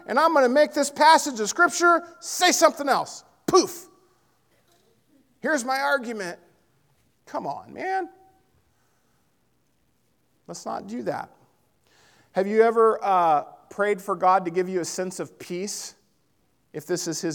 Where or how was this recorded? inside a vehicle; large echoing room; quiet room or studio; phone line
large echoing room